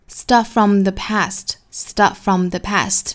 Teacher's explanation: 中间只发一个 f 的发音